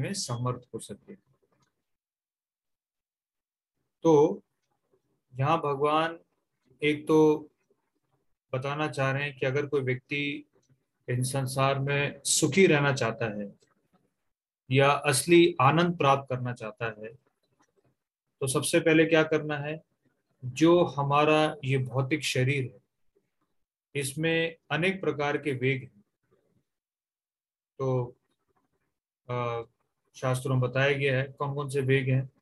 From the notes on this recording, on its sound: Zoom recorded class